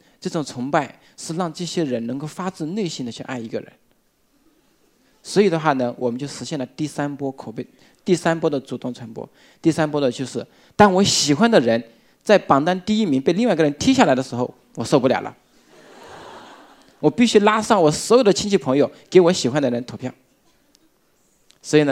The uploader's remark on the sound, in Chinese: 一席现场